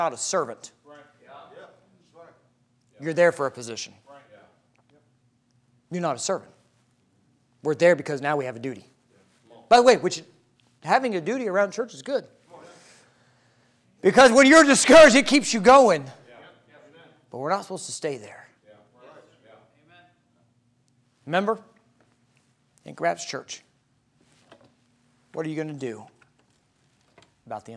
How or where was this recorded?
large echoing room